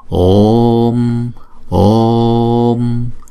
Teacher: Chữ O là diphthong, tức là hai nhịp, chúng ta phải đọc kéo dài hai nhịp chữ O trước rồi mới đóng chữ O lại